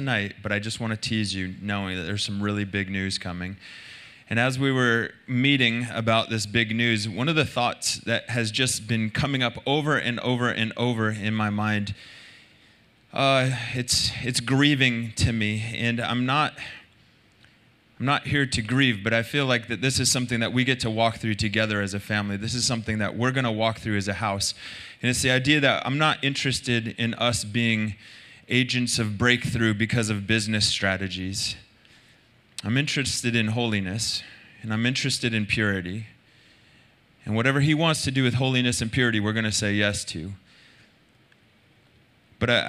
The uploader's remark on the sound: Recorded Sunday Night Service at Reunion Hawaii